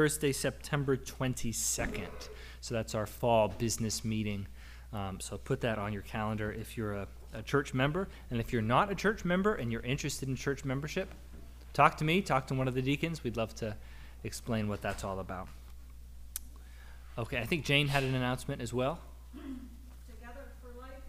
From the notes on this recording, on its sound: Audio from our service on September 11, 2022